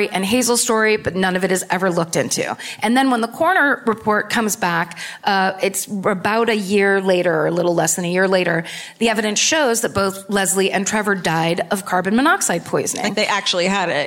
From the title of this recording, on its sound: Live at Vicar Street in Dublin